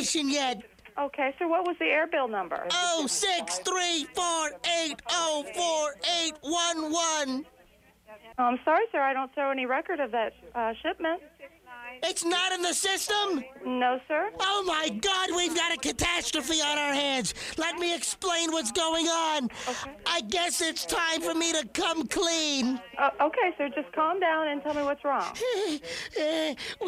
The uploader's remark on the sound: Prank Phone Calls